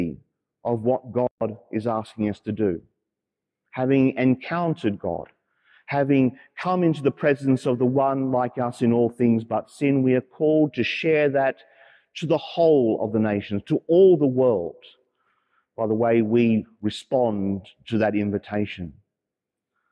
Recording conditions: large echoing room